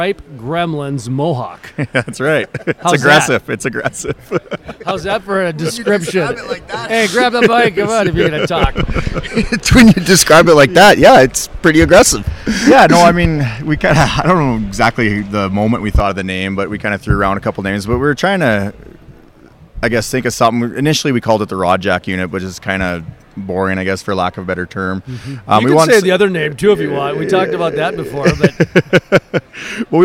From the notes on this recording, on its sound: From the Shale Energy Resources Conference and Trade Show at the Horse Shoe Arena and Pavilion in Midland, Texas.